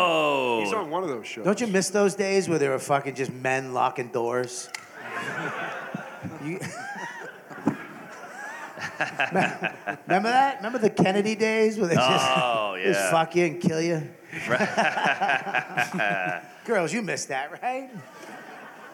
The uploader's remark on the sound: Live from Skankfest! Live From Skankfest 2023.